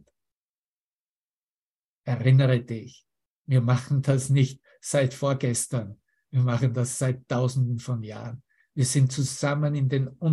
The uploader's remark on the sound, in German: Zoom-Session. Veranstaltet von der Aleph Akademie.